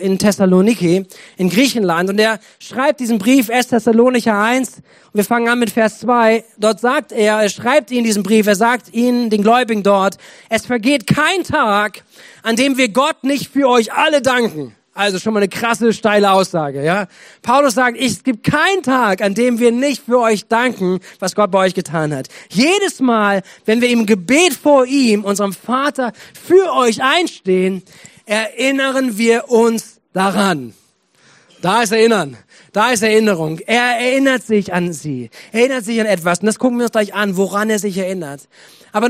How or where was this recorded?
large echoing room